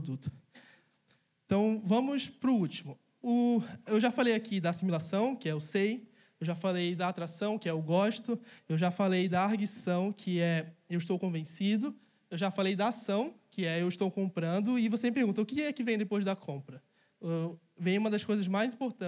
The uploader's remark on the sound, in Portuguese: Mensagem capturada ao vivo no evento Imersão Negócios do Reino.